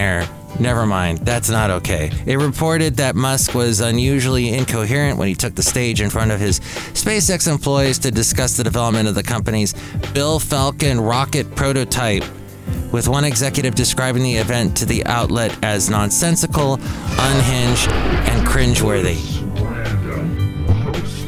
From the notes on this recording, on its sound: podcasts live from Café Anyway